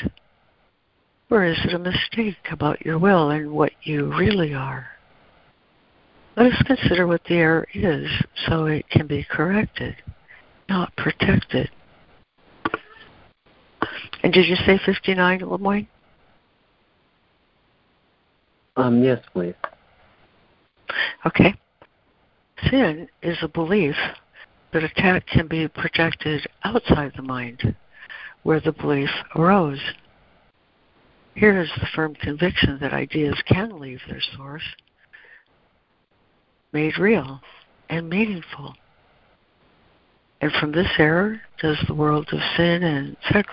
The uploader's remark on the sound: ACIM Daily Conference Call